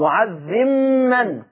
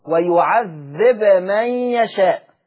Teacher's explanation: يبقى ورش سكن الباء لكنه أظهر · Shown in: second take · Term: الإظهار